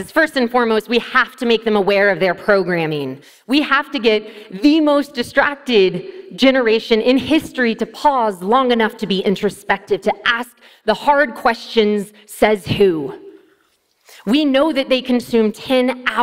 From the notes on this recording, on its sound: TEDxUniversityofNevada. This talk was given at a TEDx event using the TED conference format but independently organized by a local community.